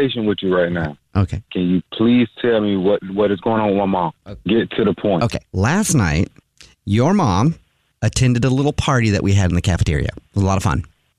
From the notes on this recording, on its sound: A Jubal Phone Prank is when our listeners set-up a friend or family member to wake up with The Jubal Show, phone prank style. Today we call a guy from a senior living facility.